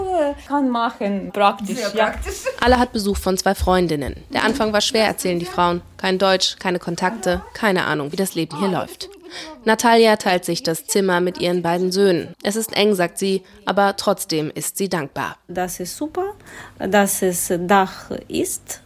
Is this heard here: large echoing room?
no